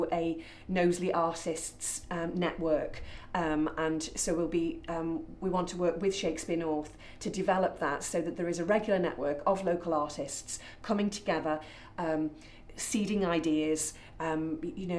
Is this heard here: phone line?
no